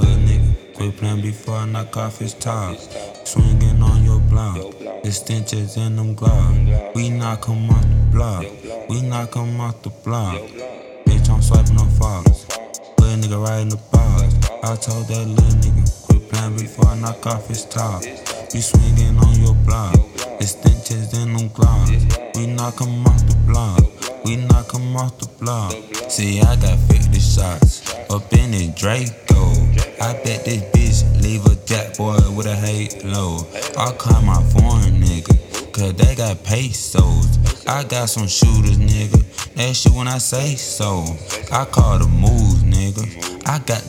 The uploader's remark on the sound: Straight From A Phone. Everything Done Just From A Phone.